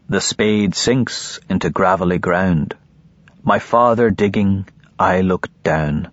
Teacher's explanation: I had noticed, for example, that without any conscious intent on my part, certain lines in the first poem in my first book conformed to the requirements of Anglo-Saxon metrics. These lines were made up of two balancing halves, each half containing two stressed syllables.